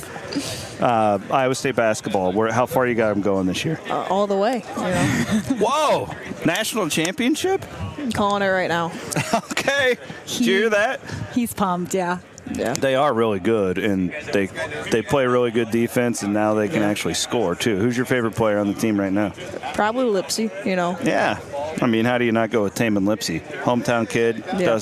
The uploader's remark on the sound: report live from the Terraplex Ag booth at the 2024 Iowa Ag Expo